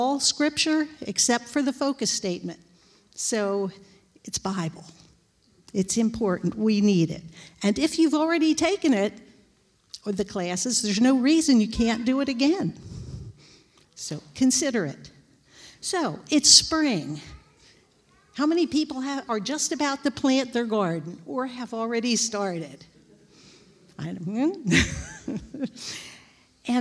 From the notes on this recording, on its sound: This JAT was recorded live on May 1st, 2022 at Newark United Pentecostal Church.